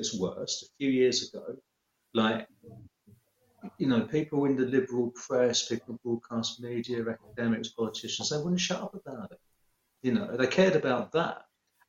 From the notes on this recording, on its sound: Season 9 is recorded entirely via video call during the COVID-19 Global Pandemic. Pride themselves on ensuring a comfortable and encouraging recording atmosphere but this is clearly difficult to suffice remotely.